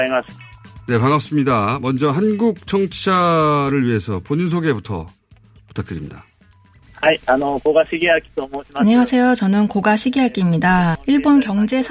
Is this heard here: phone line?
yes